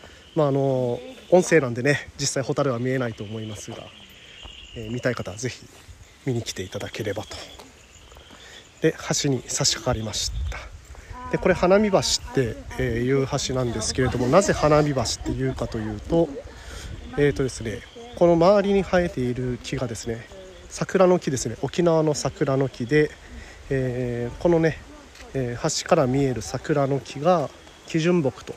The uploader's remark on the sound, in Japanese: ホタル観測ライドを先週日曜日に行った際の音声を公開したいと思います。